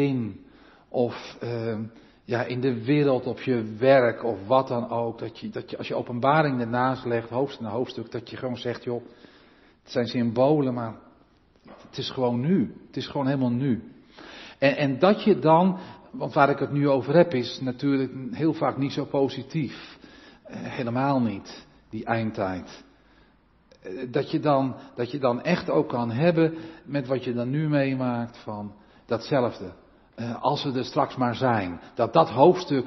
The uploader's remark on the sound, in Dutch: De preek is op 16 oktober 2022 opgenomen in de Maranathakerk te Groningen